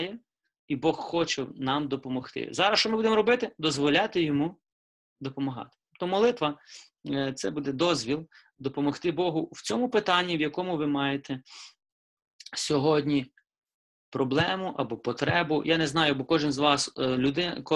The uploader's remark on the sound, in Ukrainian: Zoom зустріч